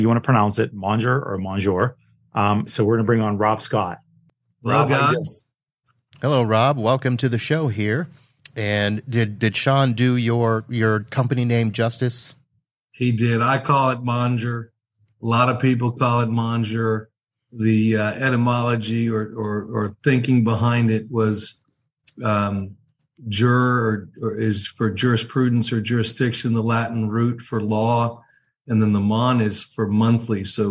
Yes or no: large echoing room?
no